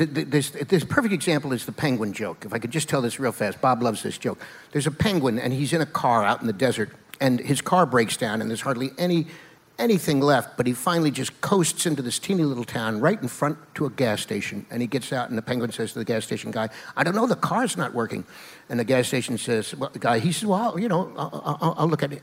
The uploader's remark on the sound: This week we have another episode recorded from Star Trek: The Cruise.